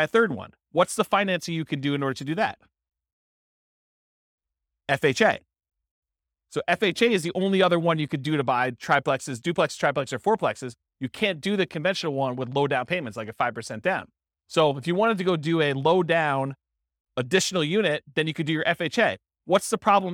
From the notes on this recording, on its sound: This was a live class recorded